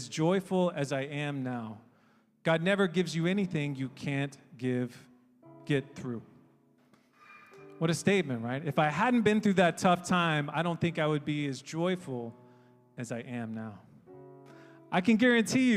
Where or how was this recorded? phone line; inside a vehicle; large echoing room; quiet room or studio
large echoing room